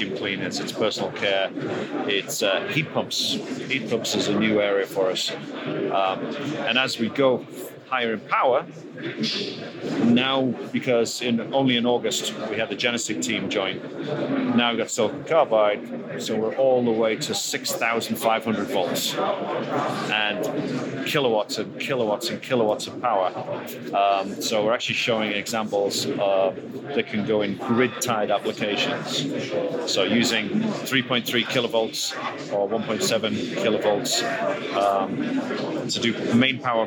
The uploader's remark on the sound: I would like to draw your attention to the atmosphere of PCIM and in these audios you will hear the voices.